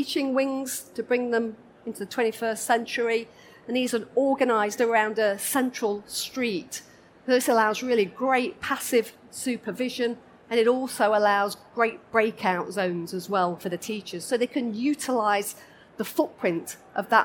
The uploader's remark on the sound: This session was recorded live on 13th November 2019 in the Buildings & Estates Theatre of the Schools & Academies Show at the NEC in Birmingham.